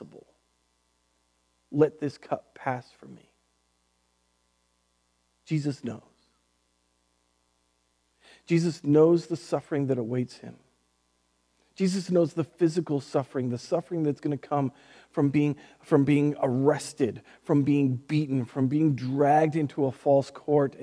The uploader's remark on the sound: Recorded on May 31st, 2020 at Word of Life Church in Le Sueur, MN. WHOLE SERVICE AUDIO.